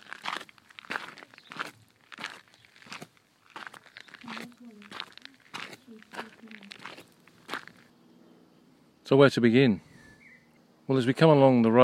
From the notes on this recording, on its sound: Flanders: Tyne Cot Cemetery. This episode was recorded at Tyne Cot Cemetery a few weeks ago.